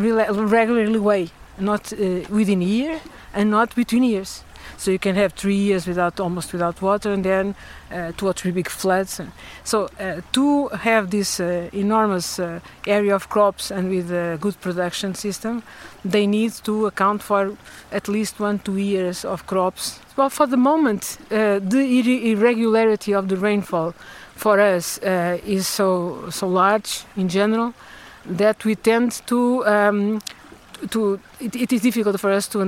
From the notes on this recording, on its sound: Walking along the banks of the river, we meet a range of freshwater scientists, activists, farmers and policy experts. Sorraia catchment.